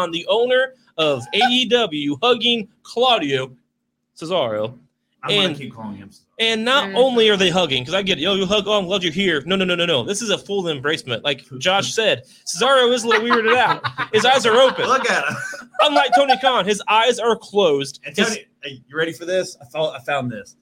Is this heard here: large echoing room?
no